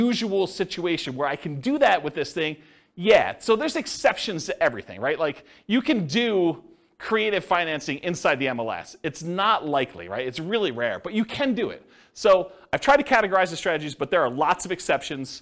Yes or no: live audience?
yes